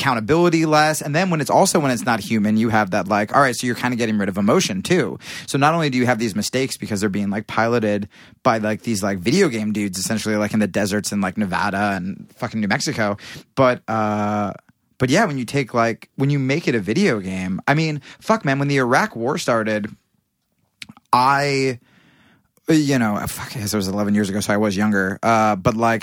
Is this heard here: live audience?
no